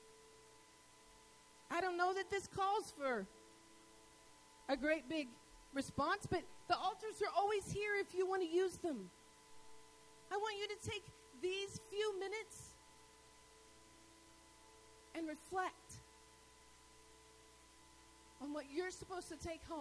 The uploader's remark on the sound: Sermons was delivered at Northpoint Community Church.